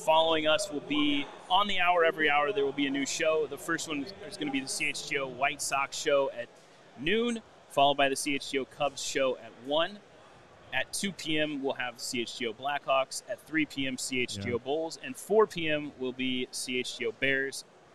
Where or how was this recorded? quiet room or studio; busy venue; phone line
busy venue